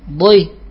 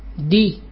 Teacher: إن تركنا الاستعلاء والإطباق صارت دالا · Shown in: second take